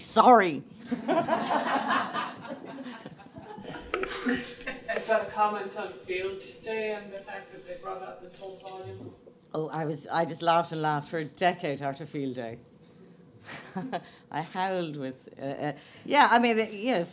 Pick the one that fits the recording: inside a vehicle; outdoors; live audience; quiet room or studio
live audience